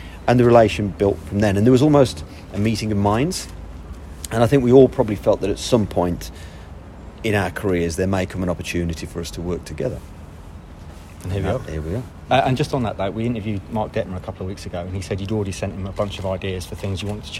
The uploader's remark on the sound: Full audio of the first press conference